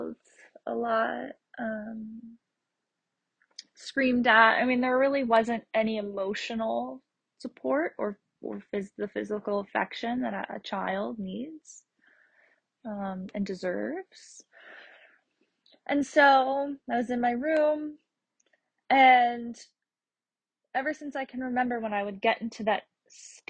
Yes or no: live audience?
no